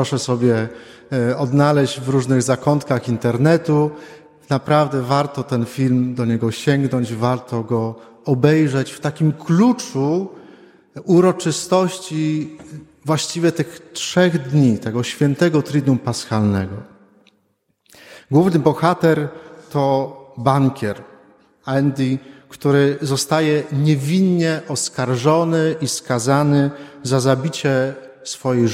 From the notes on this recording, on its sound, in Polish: Wigilia Paschalna. Nagrania homilii i kazań wygłoszonych w parafii WNMP w Opolu Gosławicach.